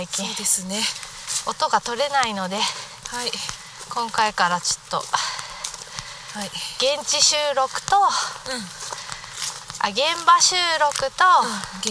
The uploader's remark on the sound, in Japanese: 若杉山。山での収録と下山後のアフタートークを合わせて作っています。